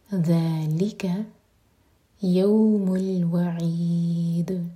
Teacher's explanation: دال پر رکیں گے تو دال پر قلقلہ ہوگا